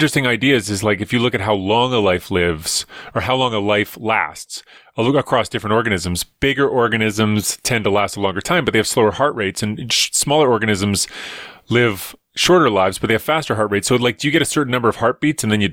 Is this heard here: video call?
no